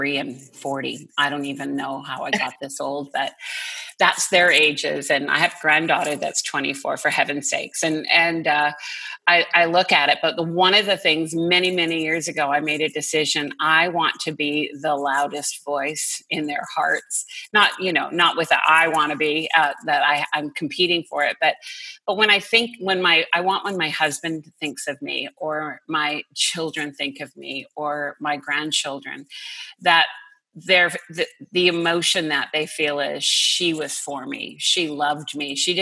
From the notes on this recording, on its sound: listen in on this group zoom conversation